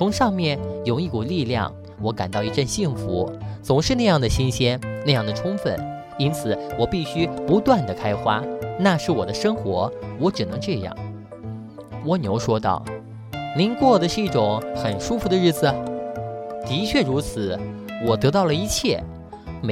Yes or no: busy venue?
no